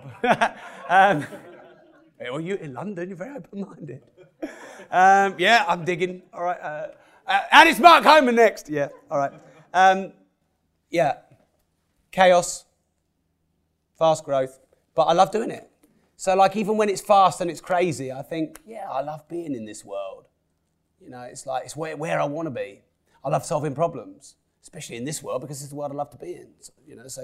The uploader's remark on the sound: This live talk from the heart of central London Mayfair. This live speech was recorded before the launch of the book and podcast 'Money' in early 2017.